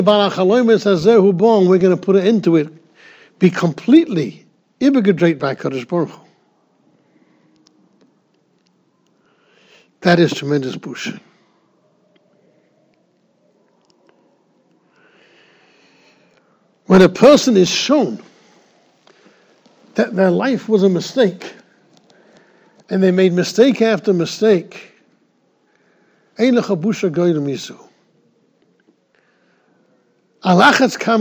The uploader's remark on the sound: Shiur recorded in Yeshivas Ohr Reuven, Monsey, NY.